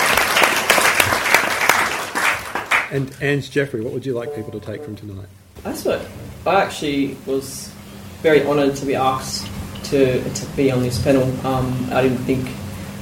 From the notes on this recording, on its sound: The Red Rock Regional Theatre and Gallery hosted a 'Q&amp;A' forum. The Red Rock Regional Theatre and Gallery hosted a 'Q&A' forum.